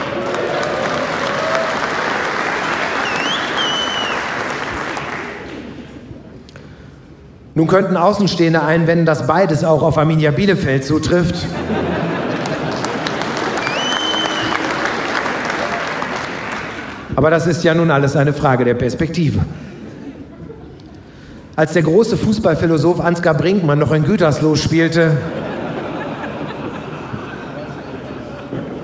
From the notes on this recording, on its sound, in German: 11FREUNDE Lesereise - Live. September 2015 in Braunschweig aufgenommen.